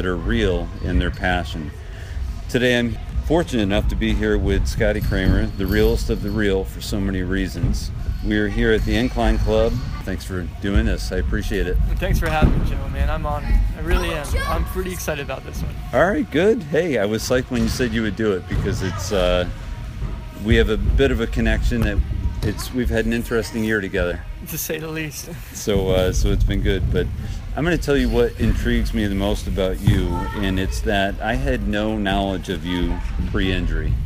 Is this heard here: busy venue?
yes